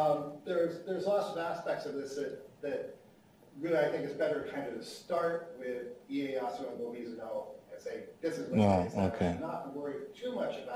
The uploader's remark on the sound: This presentation was delivered on 24th November, 2017 at the Institute of Asian Research at the University of British Columbia, Vancouver.